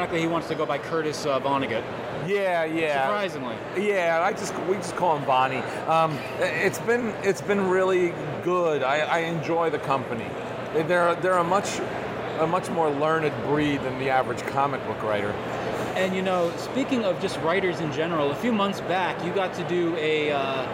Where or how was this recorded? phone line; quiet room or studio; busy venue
busy venue